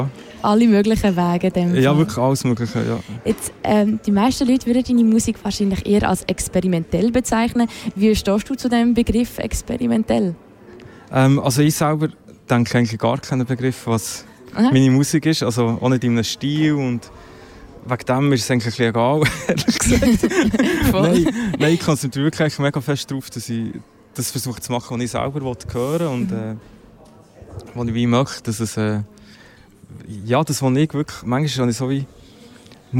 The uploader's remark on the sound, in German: Live aus dem Royal